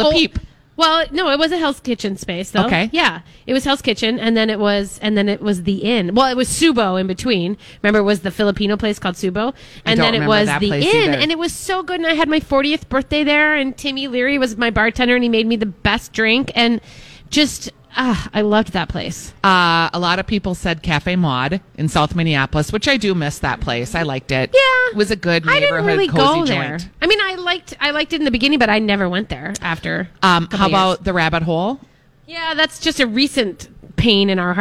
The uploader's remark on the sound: broadcasting live at Max's